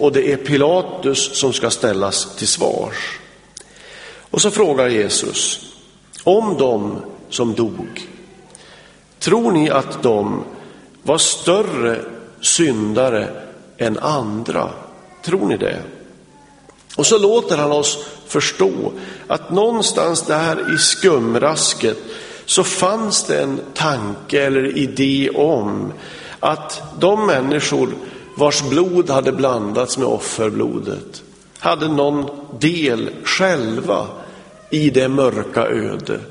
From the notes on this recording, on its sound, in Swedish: Inspelad i Smyrnakyrkan, G&#246;teborg 2006-01-01.